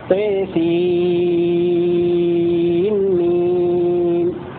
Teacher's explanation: الكلام معطوف على وياسين أظهر أي أظهر حمزة المرموز له بالفاء من فاز نون السين عند الميم في لفظ طيسين ميم سورتي الشعراء والقصص بإظهار نون السين عند الميم